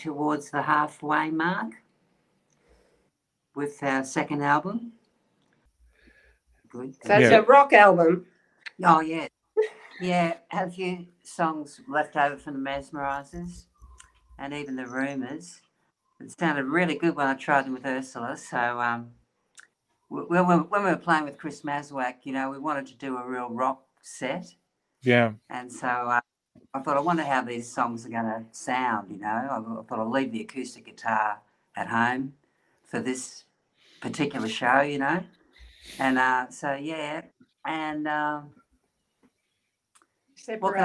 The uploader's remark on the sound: Despite encountering challenges like internet dropouts during our recording, the interview still stands up as a chat to enjoy..